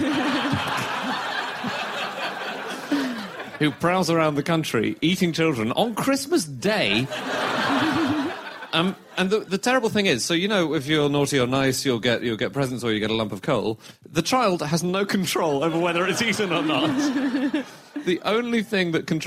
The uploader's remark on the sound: live from Up The Creek in Greenwich